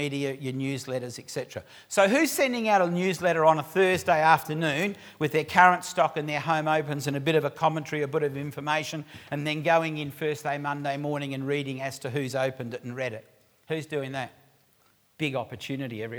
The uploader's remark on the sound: recorded live at REBar Camp 2018